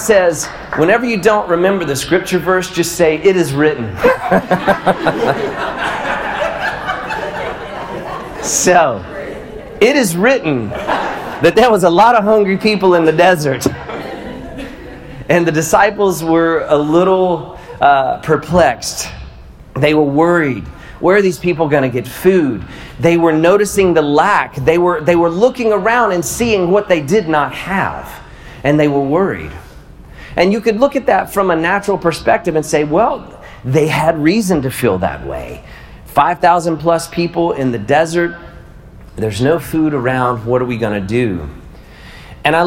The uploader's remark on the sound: Live at The Guild. I wanted to share this live talk with you.